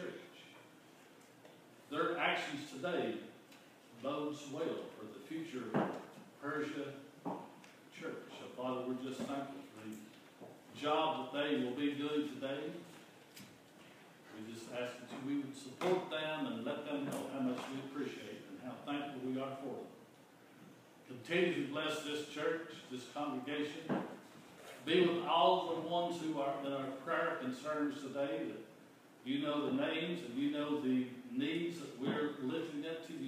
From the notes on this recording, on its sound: This is an audio recording of the Sunday Service at Persia United Methodist Church in Rogersville, TN. The church's youth are leading this particular service.